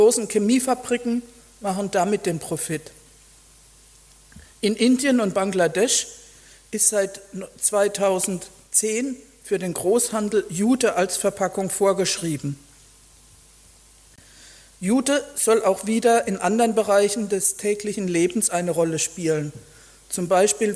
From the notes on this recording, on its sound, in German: Vortrag in der Abendakademie Mannheim